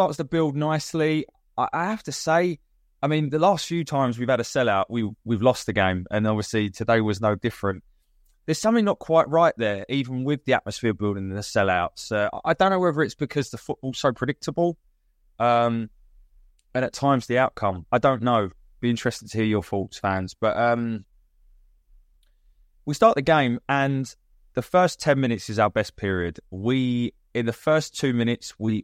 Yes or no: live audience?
no